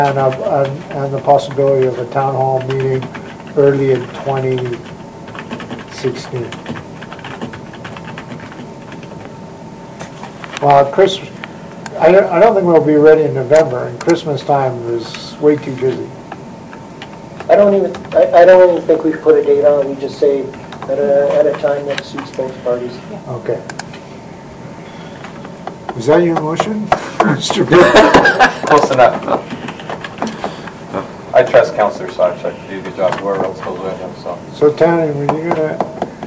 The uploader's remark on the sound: Audio recording of the October 13, 2015 Regular Meeting of Peace River's Town Council.